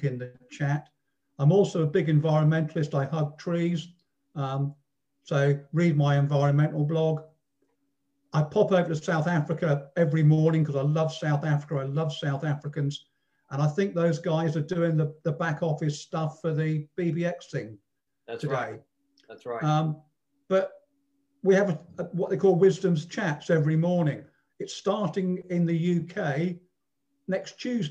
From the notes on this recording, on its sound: Online networking event over Zoom. Listen to the different business owners on the call.